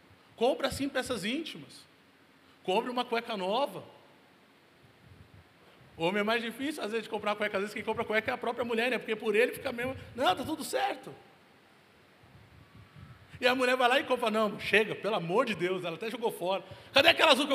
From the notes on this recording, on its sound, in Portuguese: Local gravação: Onda Dura Belo Horizonte